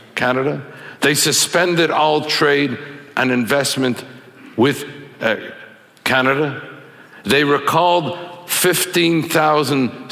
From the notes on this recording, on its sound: speaks at ideacity's 20th anniversary conference